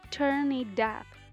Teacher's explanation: Turn it 辅音连读， It up 连读加浊化